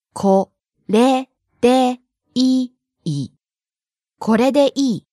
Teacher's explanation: Starting low, rising on the second syllable, で falling on the last syllable, い。